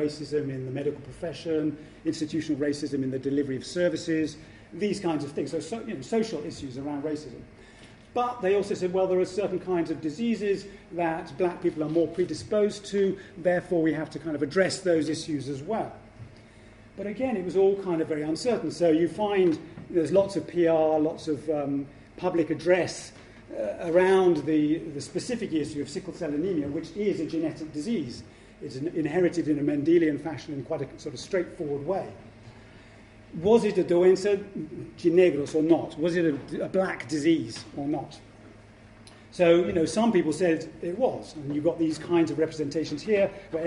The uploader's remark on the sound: Podcast of the introductory lecture to the conference: 'Power and Change in the Americas in the Modern Era' organized by UCL Institute of the Americas Post-graduate Research Network.